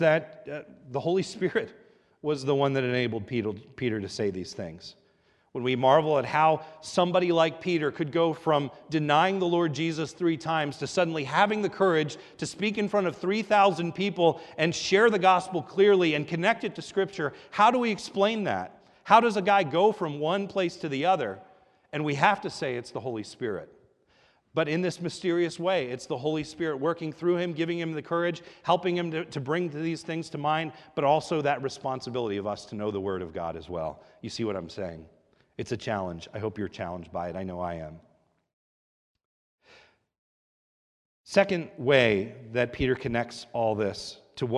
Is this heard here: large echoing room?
yes